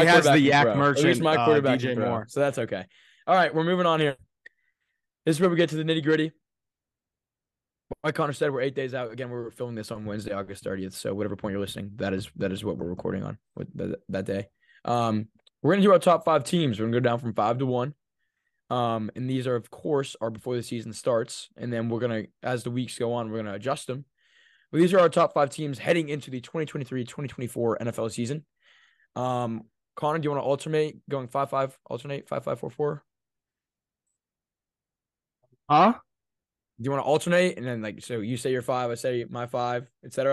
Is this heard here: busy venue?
no